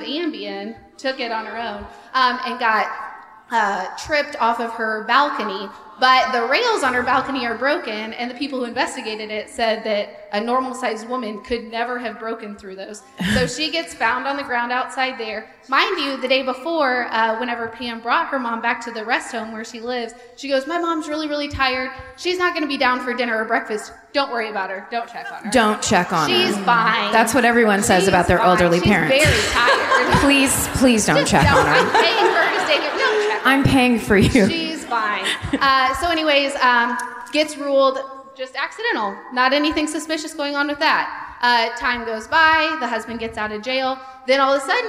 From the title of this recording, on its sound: Live at the Arvest Bank Theatre in Kansas City (2017)